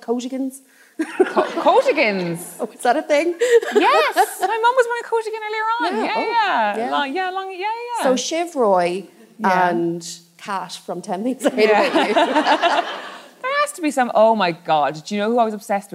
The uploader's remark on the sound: LIVE at Cúirt Festival Galway. Thank you to Cúirt Festival for recording this for us.